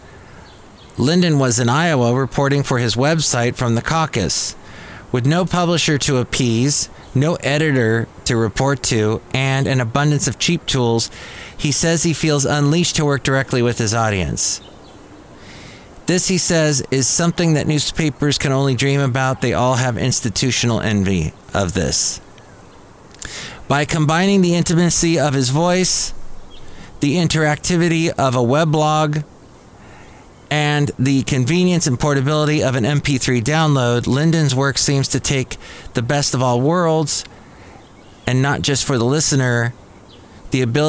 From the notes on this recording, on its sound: podcasts live from Café Anyway